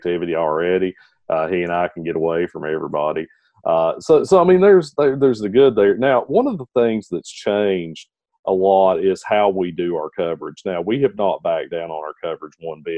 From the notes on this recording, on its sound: meet via Zoom